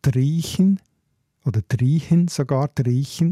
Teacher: was auch markant ist, ist das Ch ganz, ganz weich wird